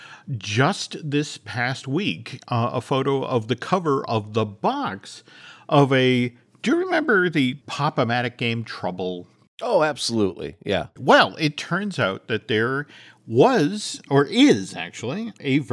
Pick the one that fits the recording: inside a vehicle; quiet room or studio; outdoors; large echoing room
quiet room or studio